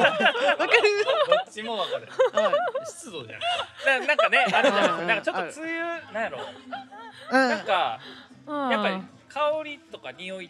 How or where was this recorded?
live audience